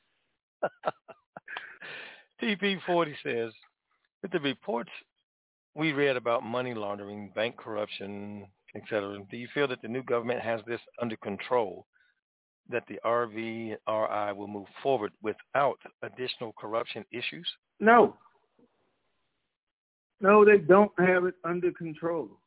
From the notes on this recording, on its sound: TNTSuperfantastic Conference Call